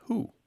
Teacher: when we have that W sound, the wa-wa-wa, and it's followed by certain vowel sounds, sometimes that W sound collapses into the vowel. It's just a mechanical thing that's easier for mouths to do, even for careful, educated speakers.